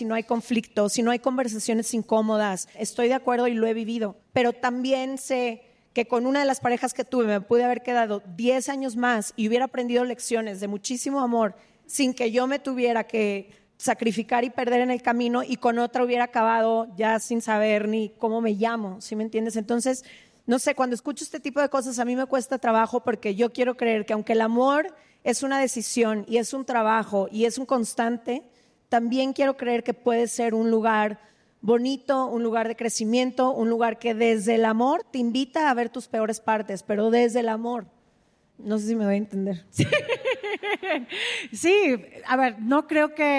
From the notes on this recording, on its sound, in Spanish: “Se Regalan Dudas: Episodios en vivo” desde el Lunario del Auditorio Nacional en CDMX